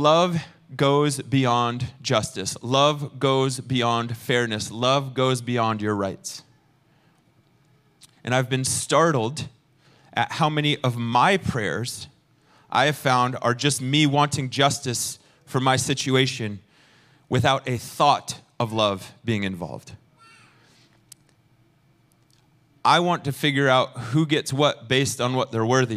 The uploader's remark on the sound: Recorded sunday evening service at Reunion Hawaii